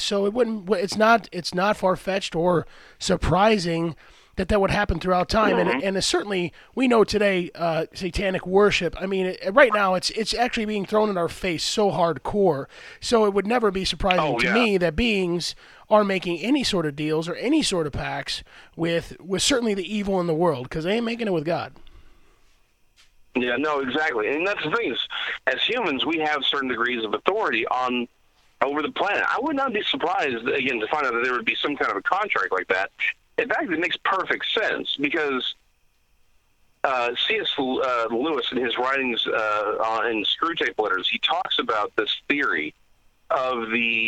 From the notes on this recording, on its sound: on the phone